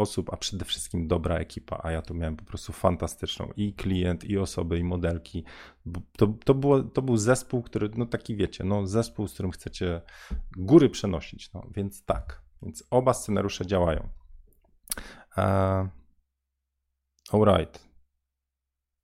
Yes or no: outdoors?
no